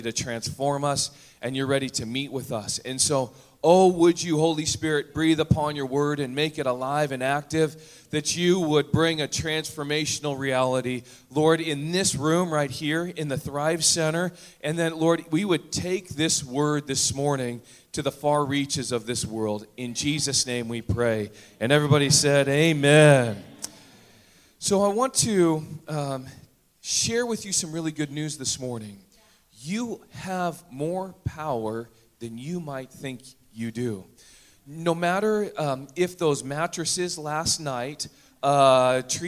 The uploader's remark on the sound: Recorded on August 6, 2017 at THRIVE Church Summer Retreat Surrey, Canada